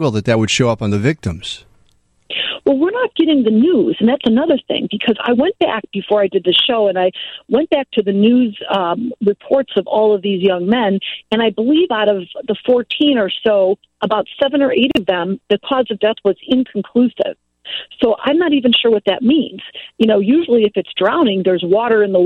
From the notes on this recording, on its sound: answers listener questions from the phone and text line